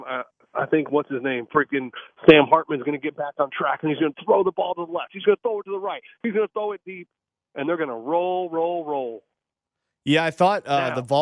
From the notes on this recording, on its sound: Is still out sick still so he he has to call in from his front porch once again.